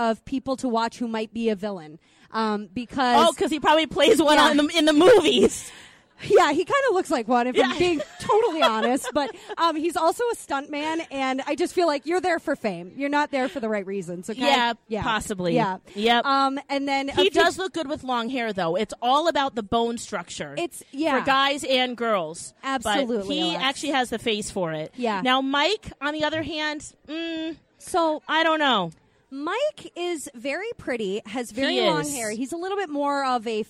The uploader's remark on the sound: live from the Chart House in Lakeville